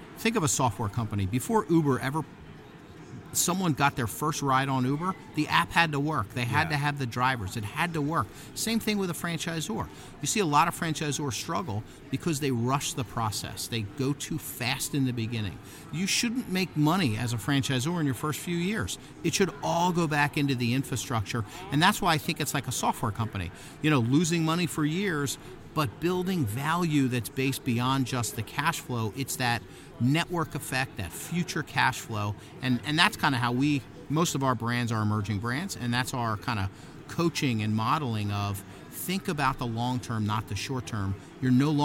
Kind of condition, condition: setting, busy venue